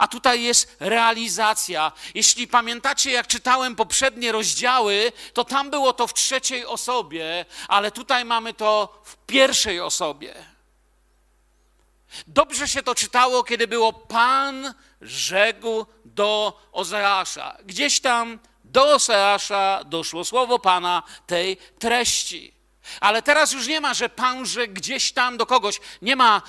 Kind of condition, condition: setting, large echoing room